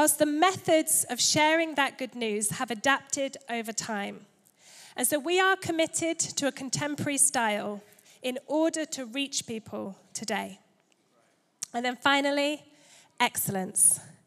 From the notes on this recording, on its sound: Recorded Live at Life Church Lancashire.